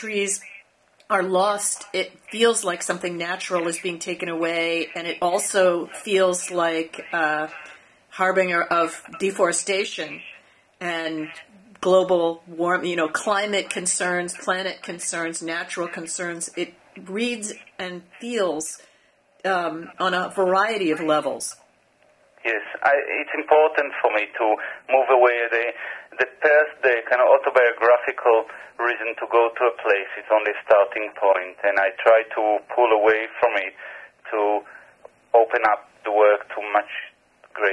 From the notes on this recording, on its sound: via phone